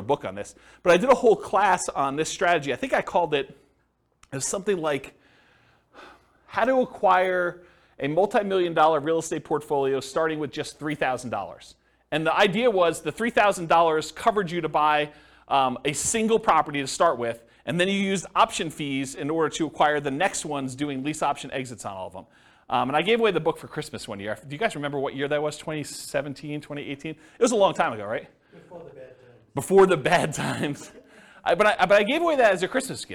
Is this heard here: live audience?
yes